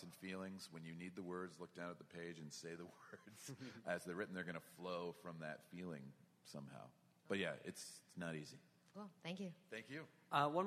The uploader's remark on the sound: Panel from C2E2. At a panel at Chicago's C2E2.